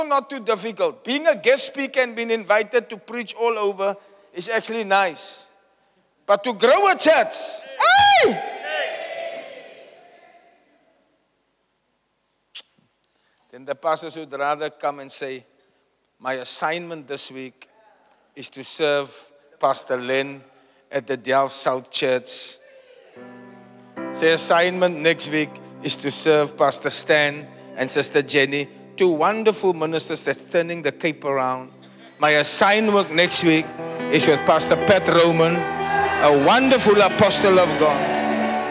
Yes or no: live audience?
yes